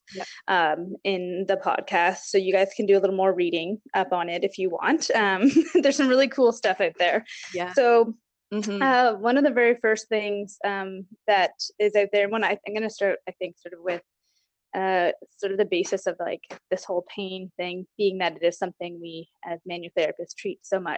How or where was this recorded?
video call